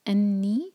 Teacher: انی دو سلیبل والا ورڈ، ا پر زور، نون پر غنہ، دو حرکہ کے لیے رکیں گے اور دو حرکہ لمبا کریں گے.